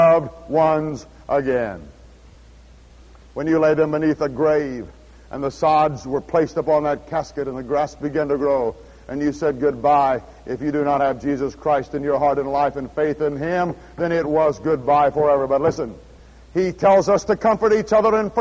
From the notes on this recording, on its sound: at Houston's First Baptist Church, Houston, Texas